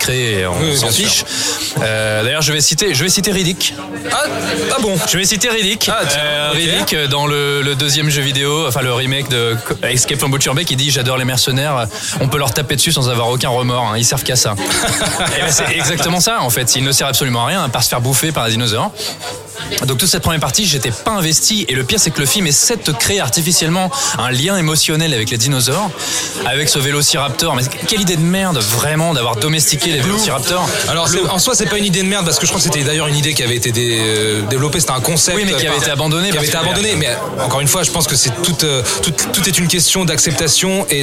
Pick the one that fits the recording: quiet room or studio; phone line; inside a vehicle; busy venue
busy venue